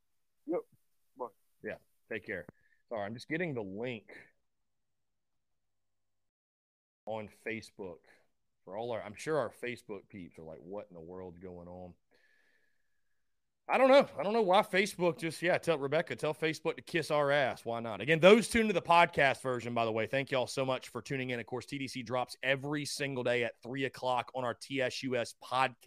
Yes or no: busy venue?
no